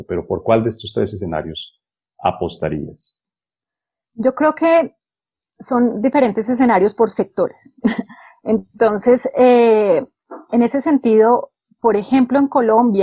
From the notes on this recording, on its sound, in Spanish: seguimos grabando Coordenadas Mundiales desde el confinamiento impuesto por la COVID-19, por lo que la calidad del sonido, lamentablemente, no es la que normalmente tiene nuestro pódcast